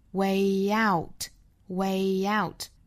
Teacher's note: 这个 way 和 out,连读再加 e